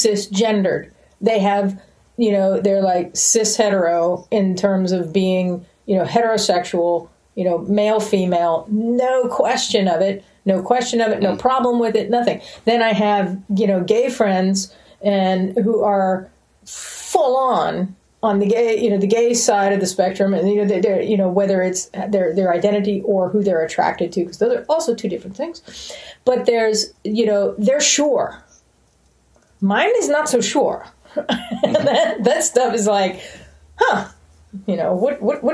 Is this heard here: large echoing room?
no